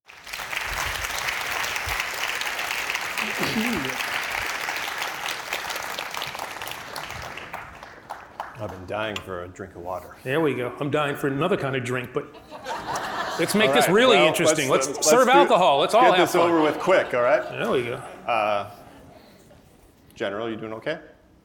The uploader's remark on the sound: This conversation was recorded on May 6, 2023 at the Crosscut Ideas Festival in Seattle.